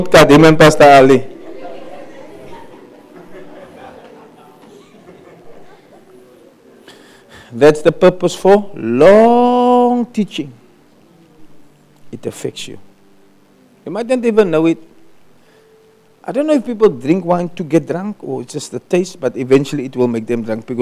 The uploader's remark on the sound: Preached at Kleinmond, Servants armed and trained ministry camp.